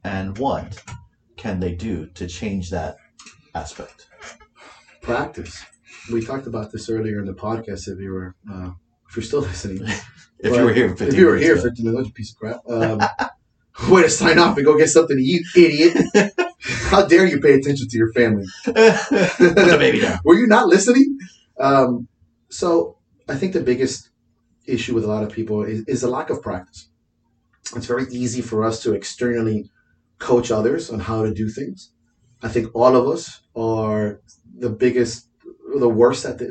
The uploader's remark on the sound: We apologize for the sound quality; we have figured out the problem so this shouldn't happen again.